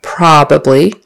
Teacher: Make sure the accent is on the first syllable, probably, and that it's a short O for the O, probably, not probably, but probably, The ah sound, your tongue or your mouth opens like this, probably. · Term: accent on the first syllable